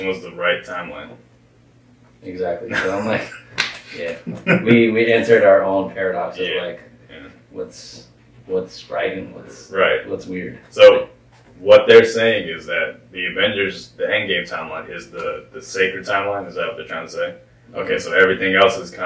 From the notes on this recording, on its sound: We apologize for the low audio quality for this episode.